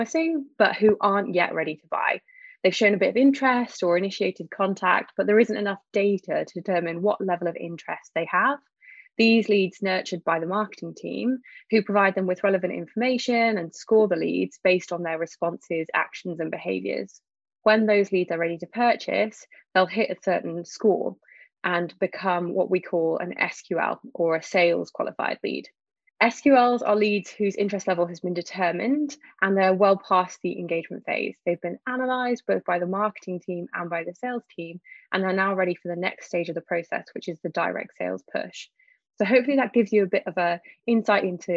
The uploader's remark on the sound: joined over Zoom